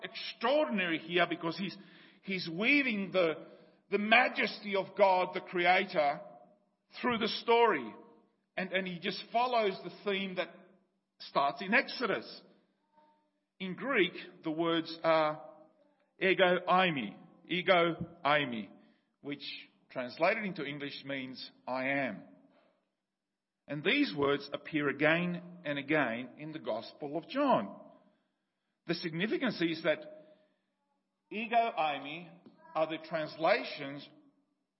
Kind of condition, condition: setting, large echoing room